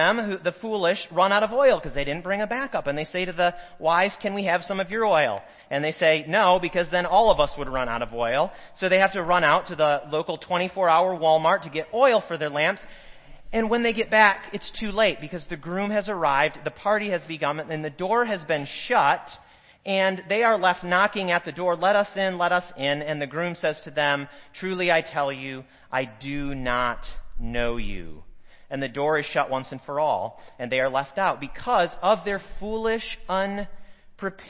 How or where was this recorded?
large echoing room